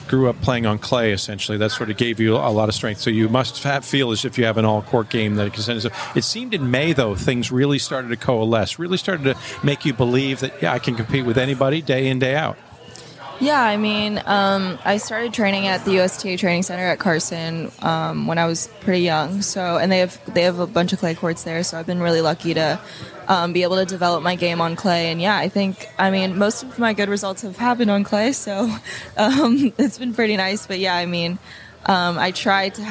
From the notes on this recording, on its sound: After the Waikiki 株塾 Cup, a three-day tennis event held in Waikiki, Hawaii. This interview was recorded in the lobby of the Outrigger Reef, which was the 2022 Official Resort & Hotel Partner of the Waikiki 株塾 Cup.